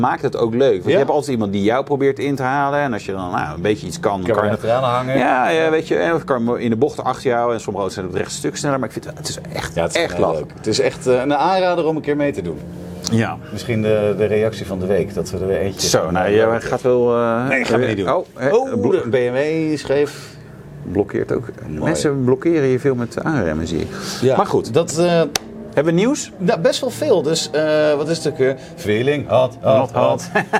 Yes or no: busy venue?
yes